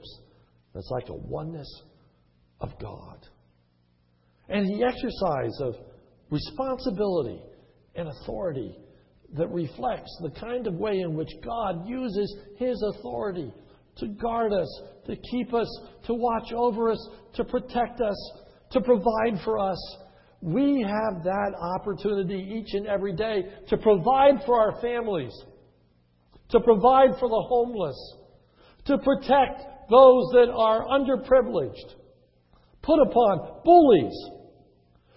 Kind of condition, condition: setting, large echoing room